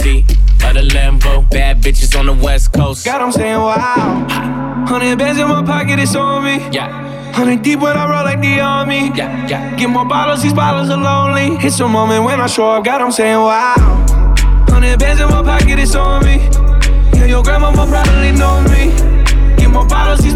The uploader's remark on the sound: recorded from Drai's Afterhours in Las Vegas, NV on 11-2-19